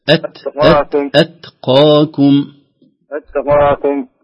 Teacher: يعني فيها تاء همسة وليس الدال